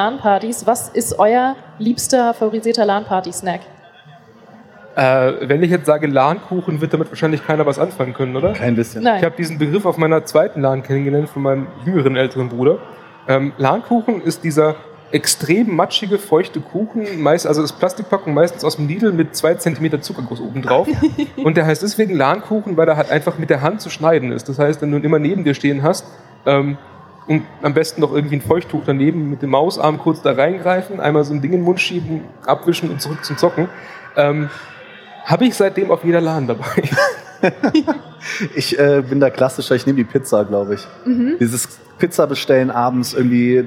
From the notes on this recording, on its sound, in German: live von der CAGGTUS in Leipzig